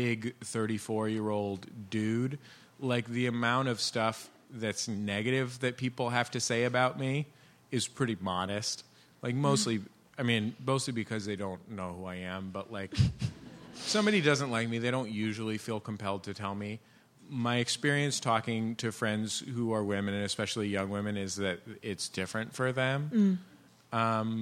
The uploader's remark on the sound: This show was recorded at The Bell House in Brooklyn, New York.